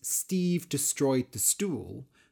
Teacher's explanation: So, in the phrase, Steve destroyed the stool, the word destroy alliterates with the others, because the second syllable, stroy, is stressed, and all the other words begin with st. · Term: stressed syllables